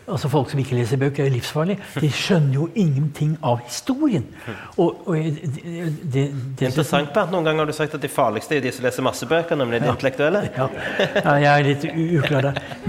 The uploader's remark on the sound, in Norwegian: på Nobels Fredssenter med publikum tilstede.